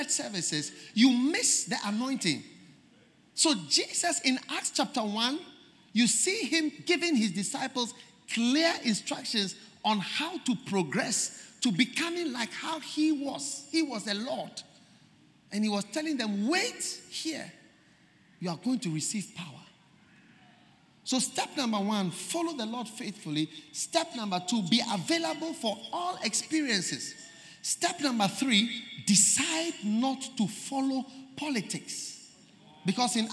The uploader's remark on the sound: Preached At The First Love Centre, Accra, Ghana